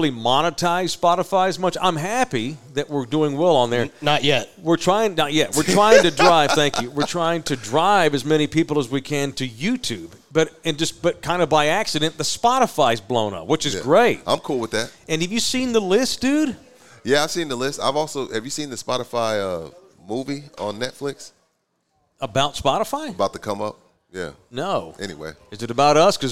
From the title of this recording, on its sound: Live at Texas Cheer Liquor